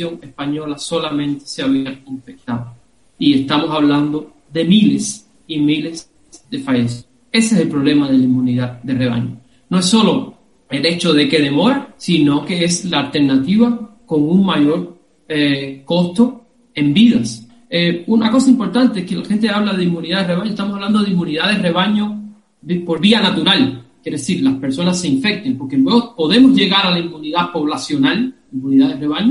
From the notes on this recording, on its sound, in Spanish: Una conversación en vivo. Esta entrevista se realizó el 31 de julio de 2020 en una transmisión en vivo a través de #FacebookLive.